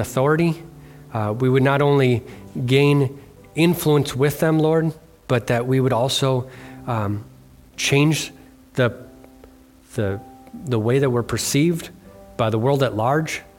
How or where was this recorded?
large echoing room